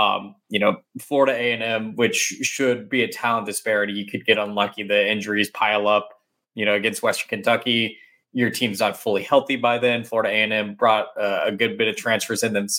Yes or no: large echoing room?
no